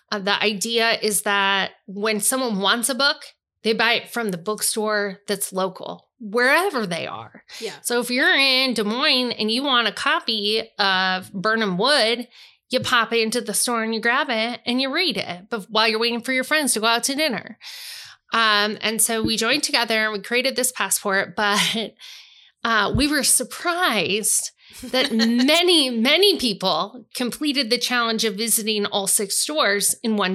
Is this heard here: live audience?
no